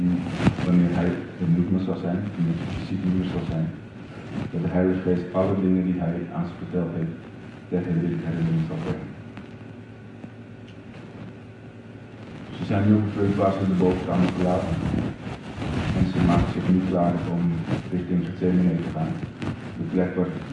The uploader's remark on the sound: Slechte audio.